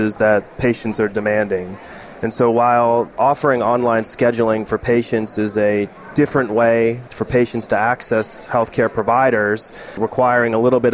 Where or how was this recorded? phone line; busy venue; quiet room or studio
busy venue